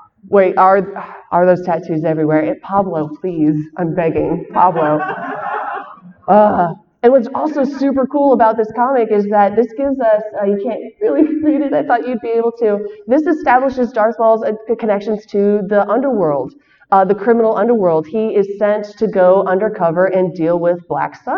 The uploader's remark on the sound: shares her panel from Celebration Chicago